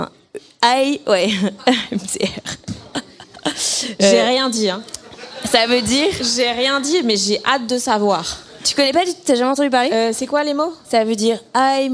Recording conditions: live audience